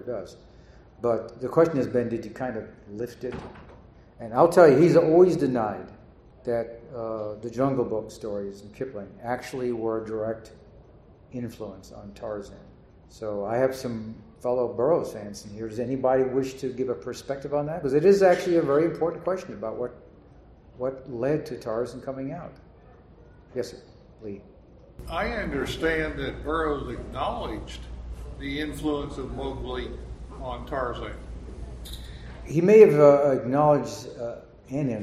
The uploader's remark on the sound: PulpFest 2023. The panel was part of ERB Fest.